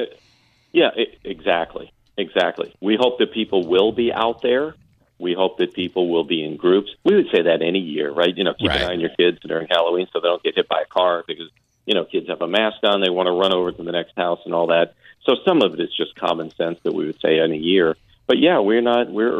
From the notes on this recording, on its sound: From Tampa Police Dept called in to give an update.